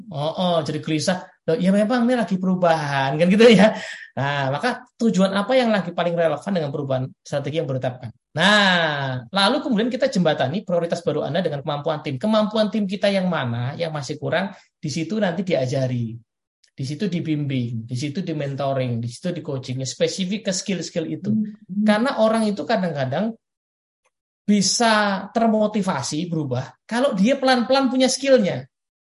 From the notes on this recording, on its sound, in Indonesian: Dunamis Audio Webcast. Akan dilakukan melalui Zoom Meeting.